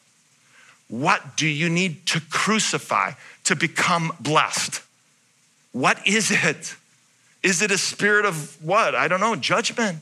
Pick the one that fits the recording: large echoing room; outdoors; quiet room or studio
large echoing room